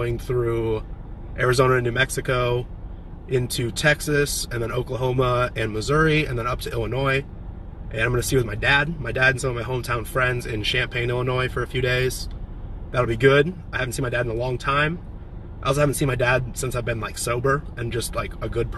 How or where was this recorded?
inside a vehicle